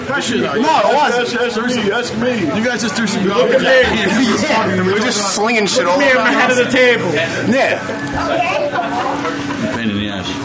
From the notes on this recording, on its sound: Live from Rosa's Pizzeria in Queens. Wind up at 2 different pizzerias in Queens recording.